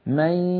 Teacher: إدغام بغنة تخرج من الفم ياء ومن الأنف غنة في الوقت نفسه، هكذا من مع بعض.